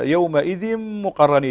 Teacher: وكذلك كلمة يومئذ مقرنين، هنا عندنا تنوين وبعده الميم، والميم من حروف الإدغام بغنة